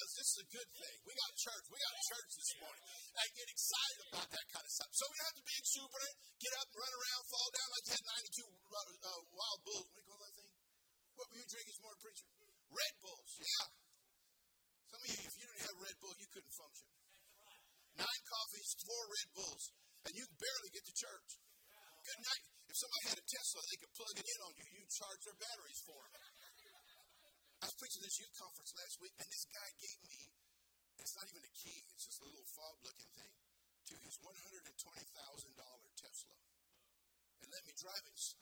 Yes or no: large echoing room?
yes